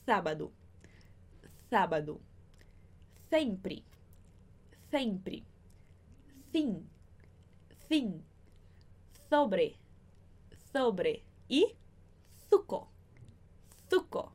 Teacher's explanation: a gente vai pronunciar como se tivesse a língua presa, como se estivesse falando um S com a língua presa